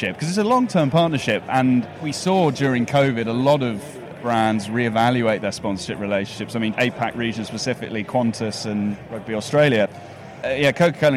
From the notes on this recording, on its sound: On the floor at SportsPro APAC 2023. From on the floor at Singapore's Marina Bay Sands.